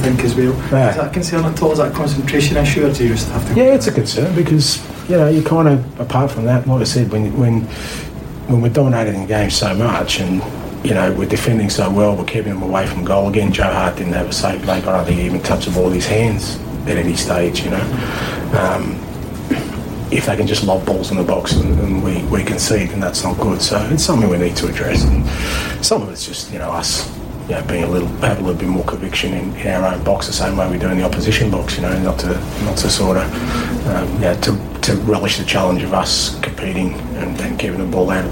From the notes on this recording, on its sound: At the post-match press conference following Celtic's 3-2 victory over Dundee.